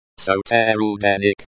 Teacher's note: emphasis on the second syllable